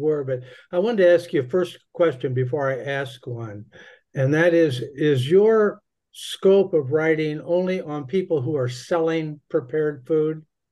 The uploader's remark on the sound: hour-long Monday Zoom call with readers